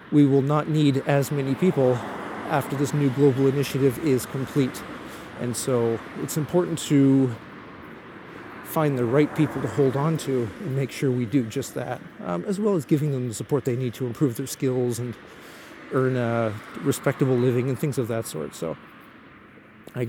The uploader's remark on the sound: While walking home from the train station after a day trip to Tokyo, I rambled into the microphone.